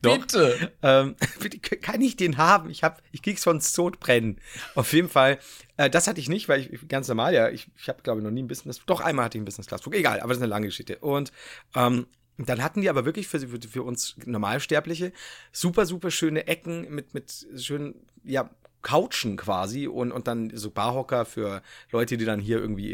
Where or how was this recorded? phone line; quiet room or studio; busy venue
quiet room or studio